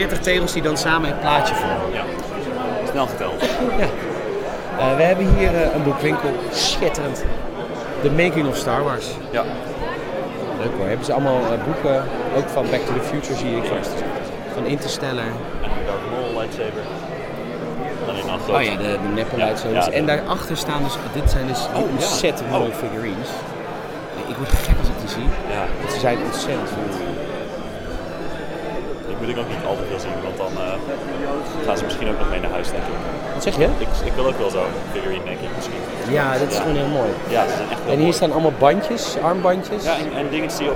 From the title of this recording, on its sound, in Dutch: Live vanaf Echo Base